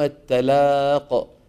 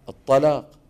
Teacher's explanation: كلمة لينذر يوم التلاق إذا فخمنا التاء شو بتصير؟ الطلاق · Shown in: second take